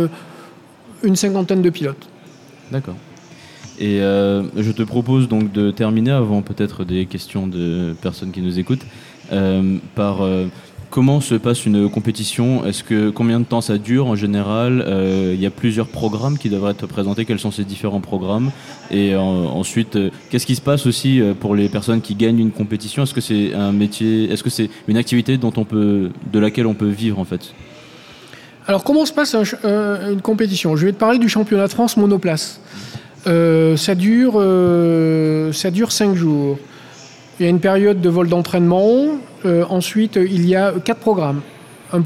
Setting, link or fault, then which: setting, live audience